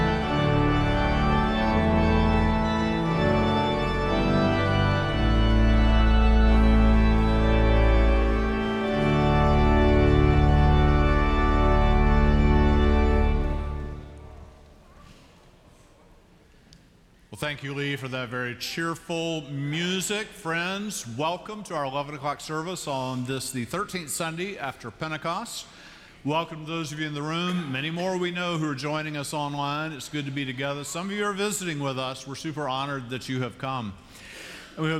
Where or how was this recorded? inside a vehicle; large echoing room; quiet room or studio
large echoing room